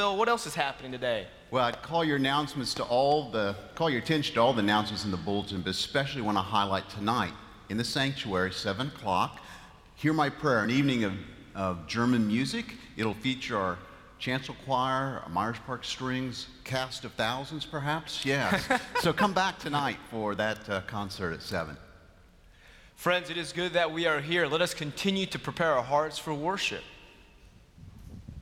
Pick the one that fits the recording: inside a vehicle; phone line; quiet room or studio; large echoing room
large echoing room